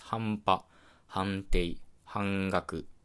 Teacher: 言うと、それぞれんっていうのは違う音声になります。より具体的に言うとですね、んっていう音を作り出している口の中の部分っていうのが異なります。半端っていうのは唇を使っていて、半定っていうのは歯茎の部分を使っていて